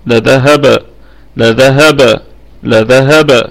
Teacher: بوجه واحد بالسكون مع القلقلة الوسطى، لذهب، لذهب، لذهب، هكذا.